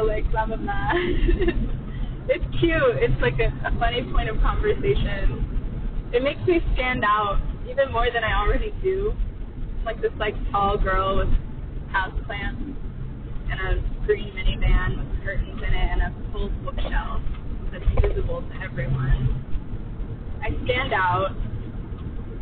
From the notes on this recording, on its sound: Quality is an illusion, this episode sounds like I made it underwater.